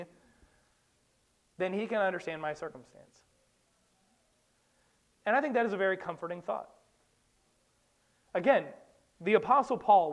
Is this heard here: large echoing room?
yes